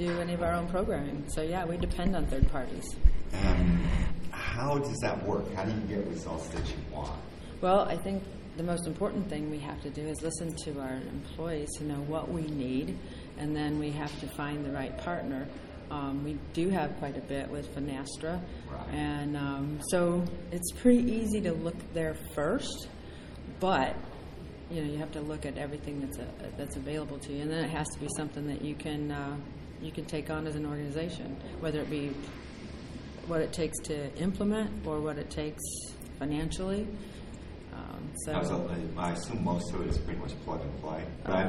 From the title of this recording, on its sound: Live from Finastra Community Markets